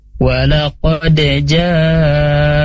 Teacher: Ja di sini hukumnya mad wajib muttasil ya, bacanya 4 sampai 5 harokat ya, tentunya lebih panjang dari mad tabi'i.